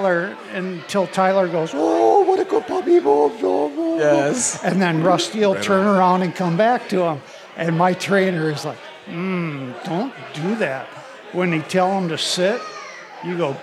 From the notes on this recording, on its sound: Live from Bear Cave Brewing in Hopkins, MN. Sips drinks with a live audience of hunters.